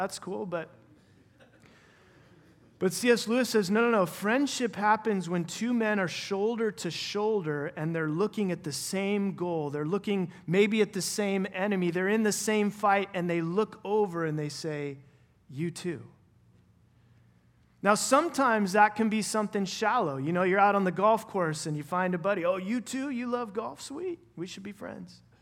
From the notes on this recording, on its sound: Final session at our 2023 Men’s Conference